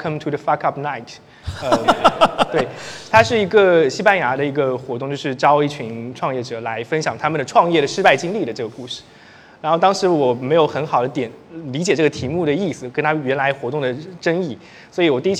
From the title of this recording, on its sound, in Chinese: 深圳x播客线下圆桌论坛